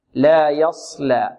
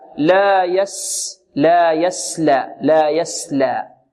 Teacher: انظر الآن وضحت الآن الصاد، وضح تفخيمه. · Term: تفخيم الصاد